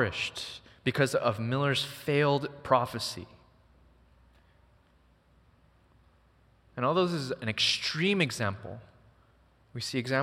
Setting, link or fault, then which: setting, large echoing room